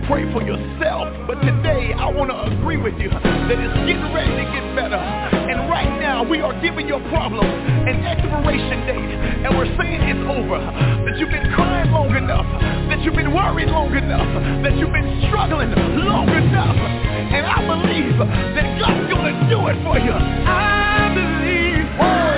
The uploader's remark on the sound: TNTSuperfantastic Conference Call.